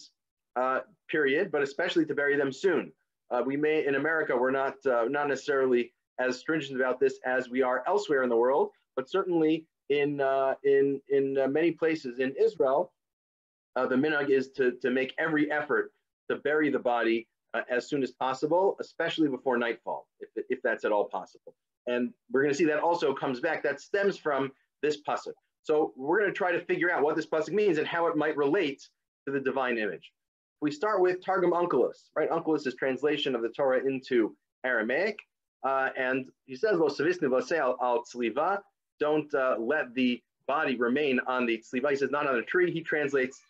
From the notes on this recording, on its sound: This audio was originally captured from Zoom